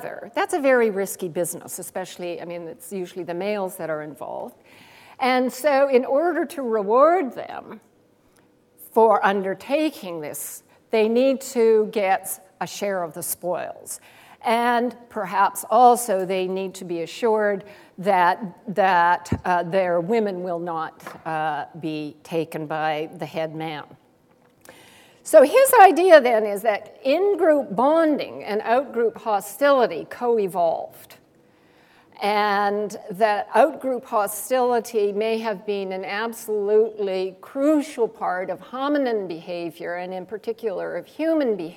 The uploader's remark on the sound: Gifford Lecture - Recorded 11 May, 2010 at St Cecelia's Hall, The University of Edinburgh